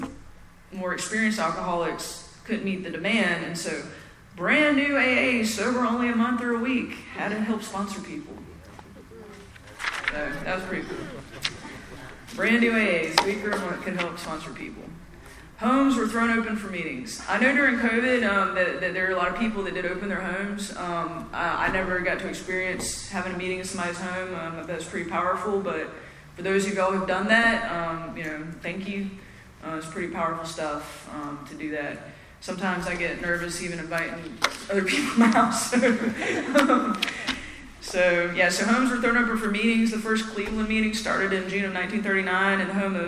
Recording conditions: live audience